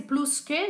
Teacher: É o plus que e se pronuncia o S.